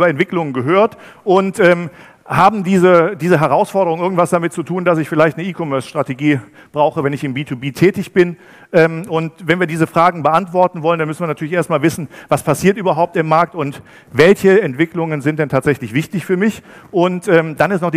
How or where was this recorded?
live audience